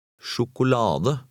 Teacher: stressing the next to last syllable